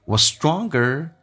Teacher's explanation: 那个 ts 可以去掉